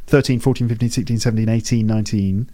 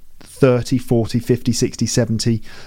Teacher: Obviously, the teens, 13, 14, 15, 16, 17, 18, 19, teen, they've got teen at the end. It's a longer sound in the second syllable. · Shown in: first take · The others, like 30, 40, 50, 60, 70, it's a T sound.